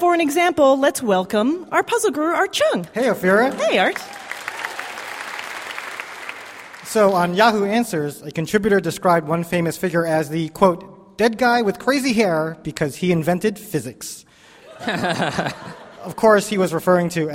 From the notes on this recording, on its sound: from the San Francisco comedy festival SF Sketchfest